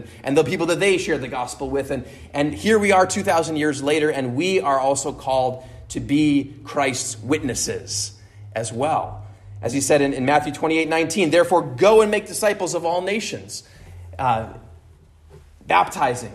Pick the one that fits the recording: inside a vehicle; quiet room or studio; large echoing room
large echoing room